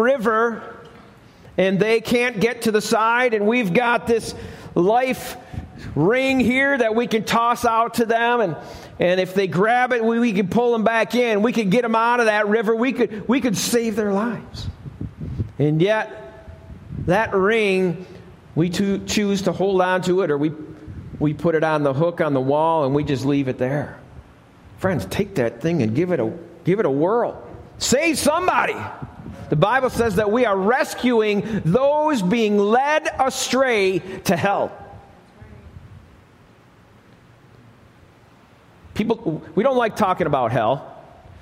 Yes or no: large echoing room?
yes